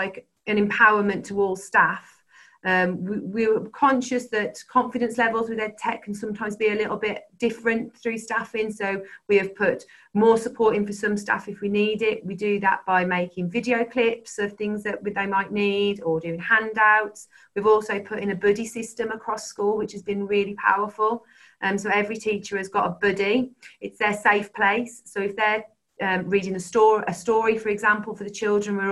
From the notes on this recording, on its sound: This is a recording of a 20-minute webinar